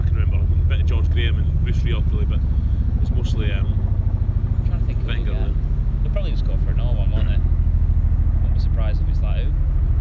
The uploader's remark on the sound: Podcast in the Park! Take things outside to the park.